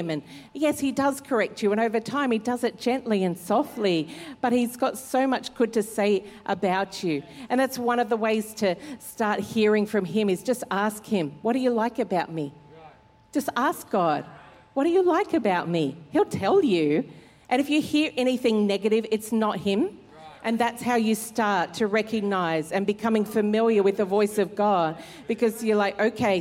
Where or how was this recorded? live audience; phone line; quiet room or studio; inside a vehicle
live audience